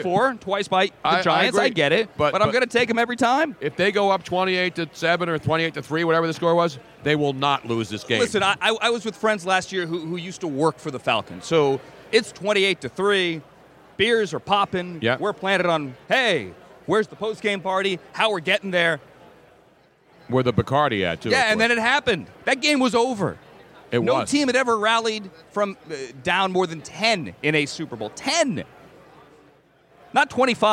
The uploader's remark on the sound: Here at Radio Row for Super Bowl 52 LIVE from Mall Of America and this place is now crawling with players of today and yesterday. Hall Of Famers and Prime TIme Players everywhere.